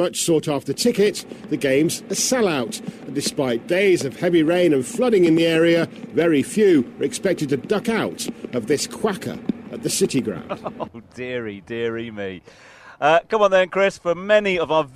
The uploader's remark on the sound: From our original home, Barasti